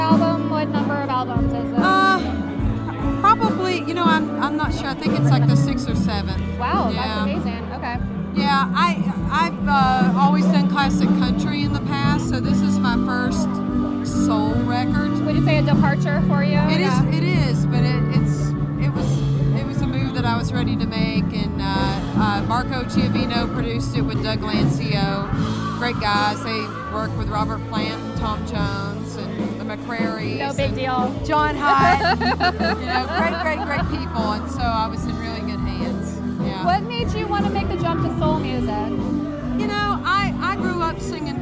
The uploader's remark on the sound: Recorded at AmericanaFest 2018